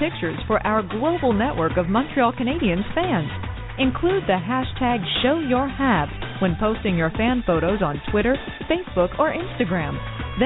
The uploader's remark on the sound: as we take your phone calls